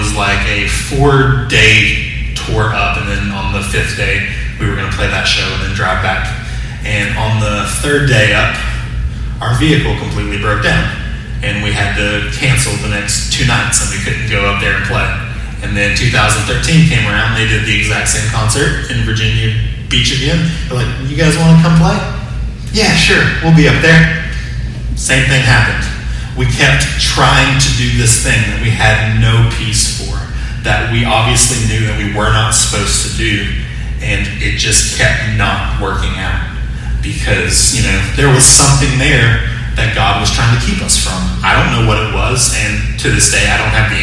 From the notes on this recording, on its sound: Sermon audio from 6/28/20 morning worship service.